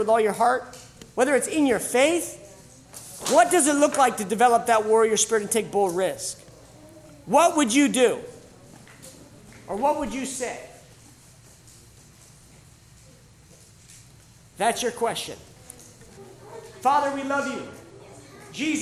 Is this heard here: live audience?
yes